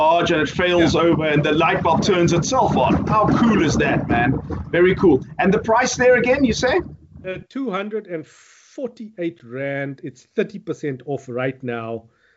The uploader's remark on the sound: Recorded via Skype.